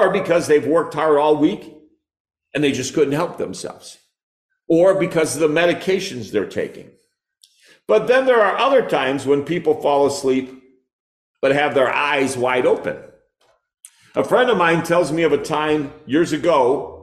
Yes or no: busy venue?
no